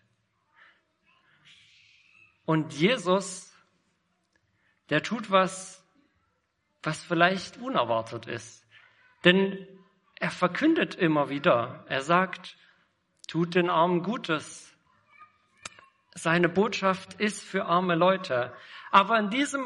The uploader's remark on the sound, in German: Predigt im Rahmen des GreifBar+ Gottesdienstes